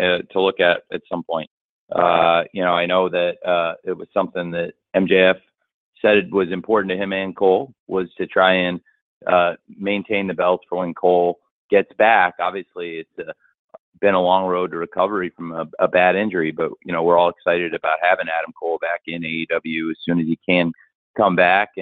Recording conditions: phone line